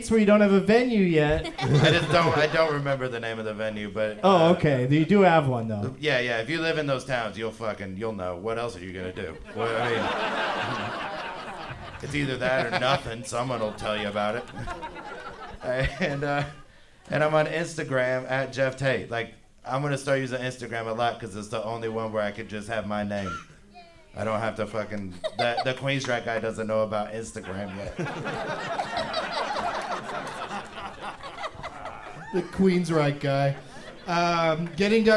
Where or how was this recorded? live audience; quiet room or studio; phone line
live audience